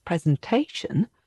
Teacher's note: the emphasis is on the third syllable